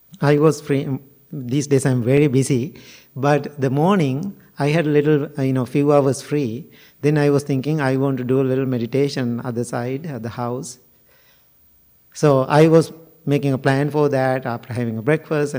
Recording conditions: large echoing room